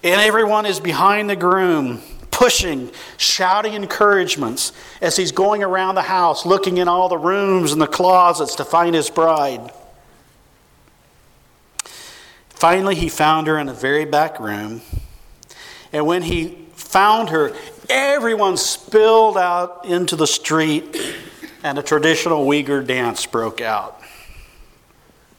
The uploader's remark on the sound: 2015 Missions Conference: Friday Evening Session.